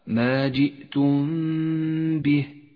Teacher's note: الحكم التالي حكم الإخفاء الشفوي في قوله تعالى ما جئتم به السحر، الميم الساكنة وبعدها حرف الباء نخفي الميم بالباء مع بقاء غنة للميم زمنها حركتان، لا نجافي بين الشفتين عند نطقها ولا نضغط عليهما، نقرأ هكذا ما جئتم به.